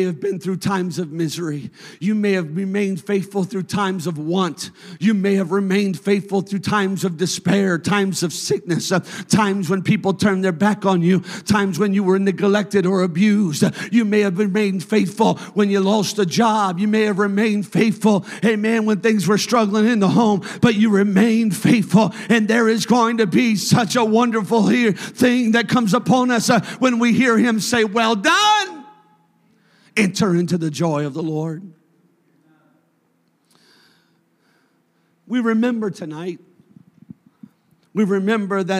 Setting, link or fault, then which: setting, large echoing room